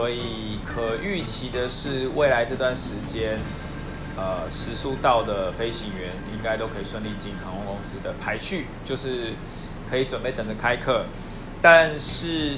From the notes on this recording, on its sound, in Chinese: 不知道為啥這集錄音雜音有點重